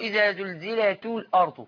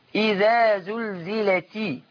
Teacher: ولكن نحرص على كسر التاء · Shown in: second take